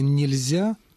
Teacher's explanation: Слово «нельзя» тоже удобно произносить, оно двусложное, и группа согласных «льз» оказывается в середине, между двумя гласными. Она произносится легко.